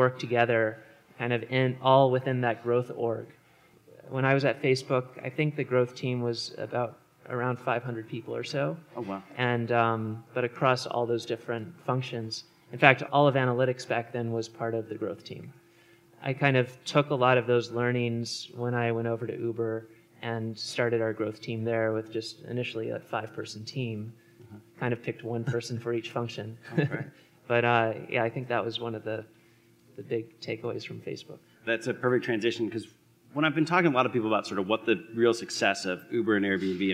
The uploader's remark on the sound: The Scaleup Offsite 2017. This panel was recorded at The Scaleup Offsite, an event focused on scaling companies co-hosted by Greylock Partners and YC Continuity.